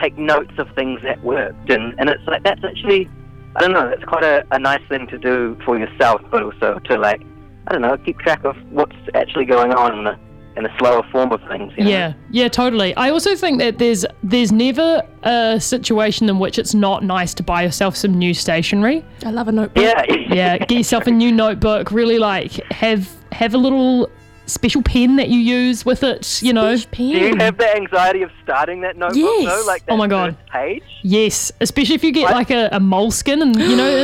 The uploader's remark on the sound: phones up to chat